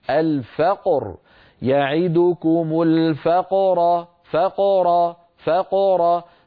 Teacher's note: فنفتح الفم عند الفاء، نقلقل القاف من غير فتح الفم، ثم نفتح الفم مرة ثانية من أجل حرف الراء · Term: القلقلة